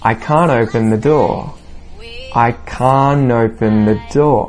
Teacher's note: when a word follows the word can't and it begins with a vowel sound, quite often we will link these words with an N sound, okay? That N in can't, right at the end there.